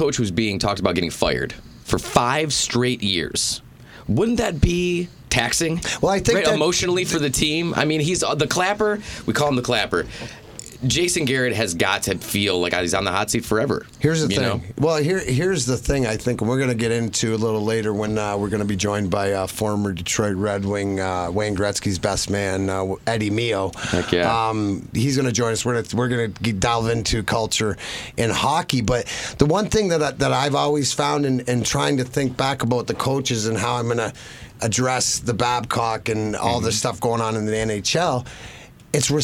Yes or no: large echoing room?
no